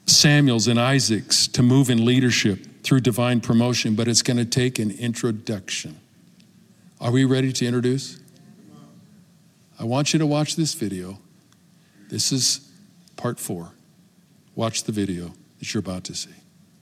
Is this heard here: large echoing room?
yes